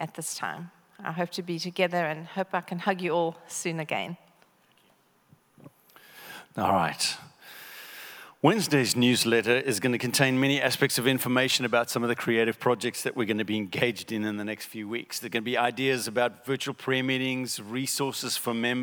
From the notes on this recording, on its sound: recorded at Northlands Church on March 15, 2020